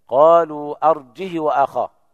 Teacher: بدون همزة وكسر الهاء بدون صلة الهاء